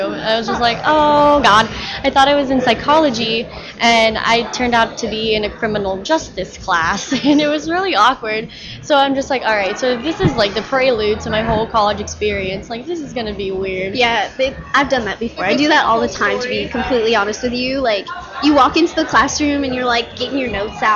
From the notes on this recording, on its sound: We are live from the Microsoft Store at the Scottsdale Fashion Square.